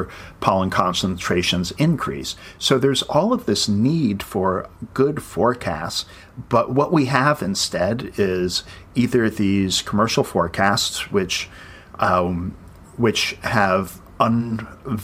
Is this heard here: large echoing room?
no